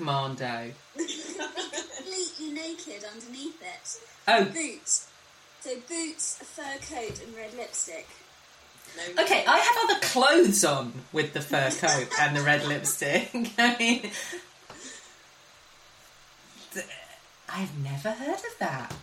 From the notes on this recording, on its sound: Apologies for the sound quality on the podcast, I can't control my guests.